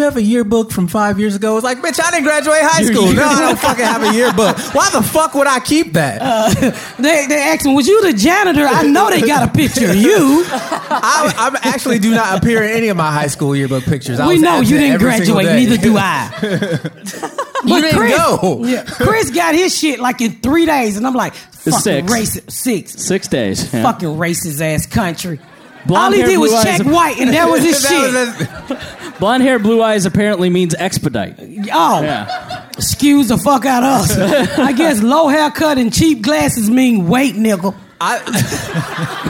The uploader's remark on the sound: Live at the Just For Laughs Festival. It is the first live recording of the Patdown! Take the stage at the Just for Laughs Festival in Montreal, Canada in front of a live audience.